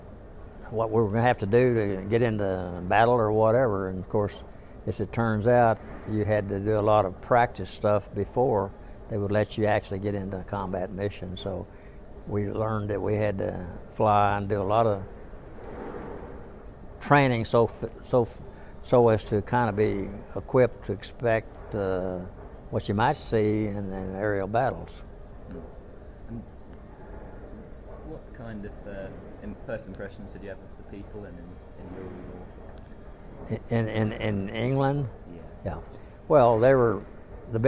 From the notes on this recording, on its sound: Recorded by students from Norwich University College of the Arts at the 61st convention of the 2nd Air Division Assn, Dallas, Texas in October 2008.